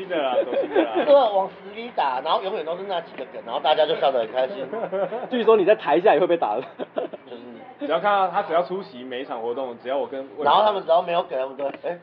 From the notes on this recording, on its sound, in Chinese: 錄音地點：台南 牽咖啡 Chen Coffee